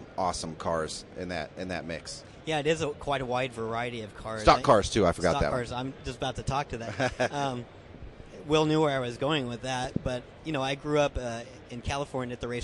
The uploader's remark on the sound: live from the 2015 SEMA show